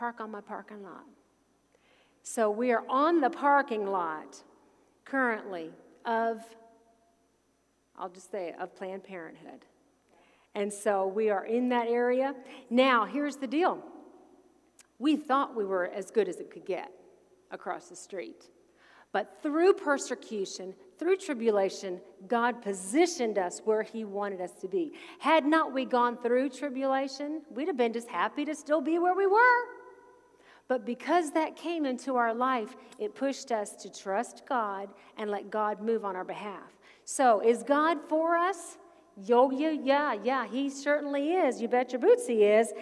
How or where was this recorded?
large echoing room